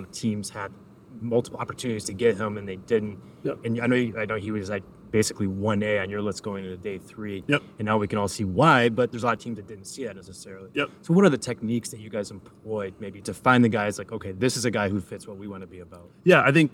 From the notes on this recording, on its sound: coming to you live from the NFL combine